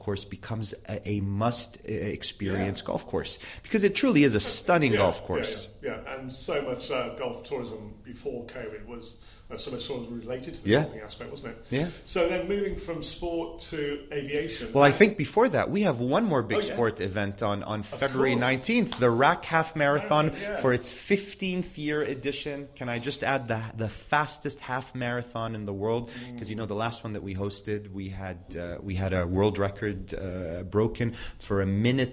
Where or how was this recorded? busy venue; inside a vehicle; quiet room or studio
busy venue